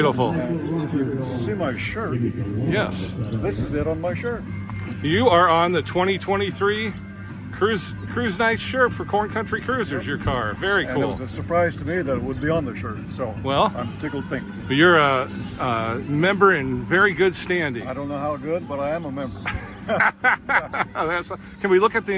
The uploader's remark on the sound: takes you to the sights and sounds of the Corn Country Cruisers May 13, 2023, Cruise-In on the town square in Washington, Iowa!